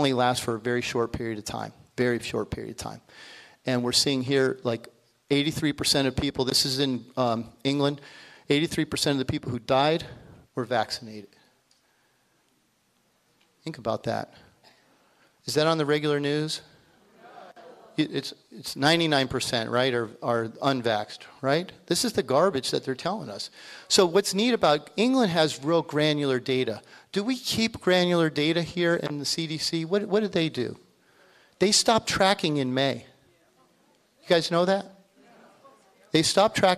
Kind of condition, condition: setting, live audience